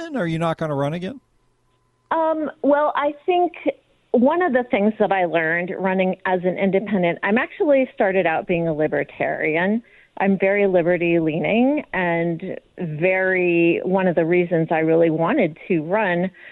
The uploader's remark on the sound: takes phone calls.